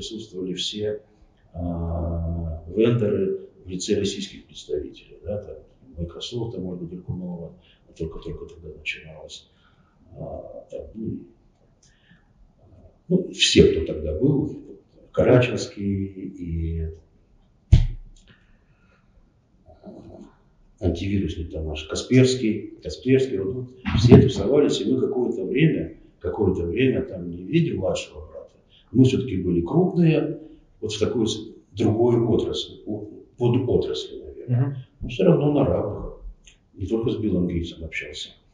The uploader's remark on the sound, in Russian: По техническим причинам звук у подкаста своеобразный, но это вообще первое моё очное интервью, так что извиняйте.